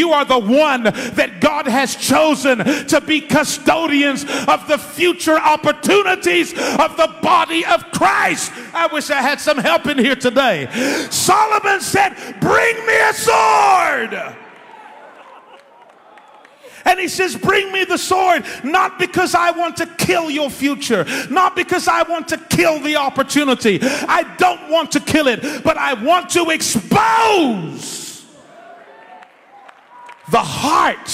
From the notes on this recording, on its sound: In this live sermon delivered in Nigeria, we learn about the responsibility of leadership.